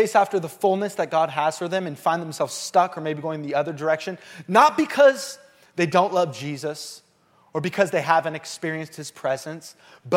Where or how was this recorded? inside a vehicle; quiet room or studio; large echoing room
large echoing room